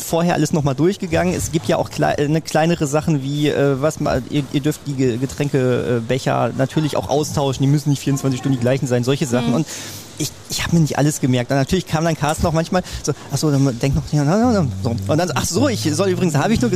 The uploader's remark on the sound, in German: Über 200 Harry Potter-Fans bei Film-Marathon dabei. Die neunte Folge des Cinetalks haben unsere Podcaster dieses Mal nicht im Studio aufgenommen, sondern mitten im Foyer des Cineplex Hamm - und zwar während des großen Harry-Potter-Film-Marathons!